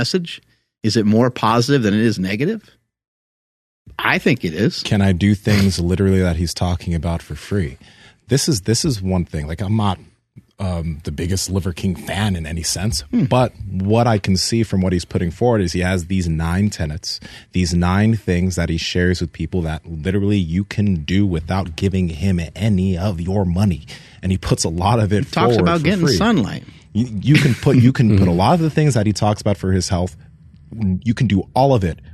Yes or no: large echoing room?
no